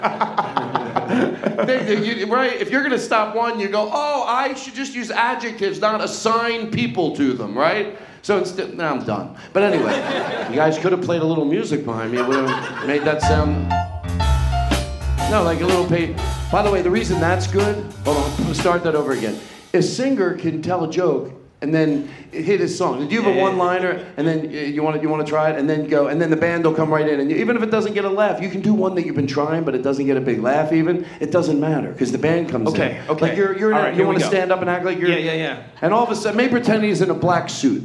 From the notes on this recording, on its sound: LIVE from Just For Laughs Montreal